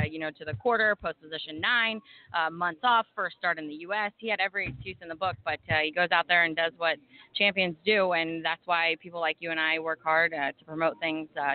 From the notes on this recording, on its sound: live from Hoosier Park Racing and Casino in Anderson, Ind.